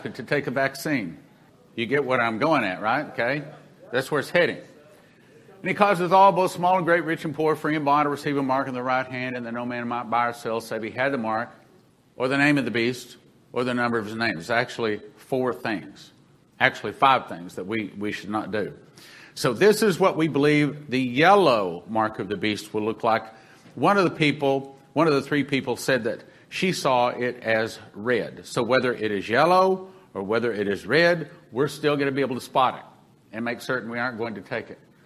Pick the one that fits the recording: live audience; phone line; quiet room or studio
live audience